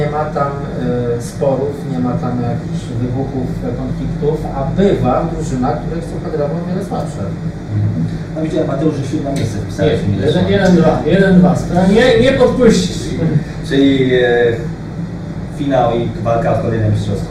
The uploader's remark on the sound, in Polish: Nagranie zostało zrealizowane w pubie "Same krafty" przy ul. W Warszawie.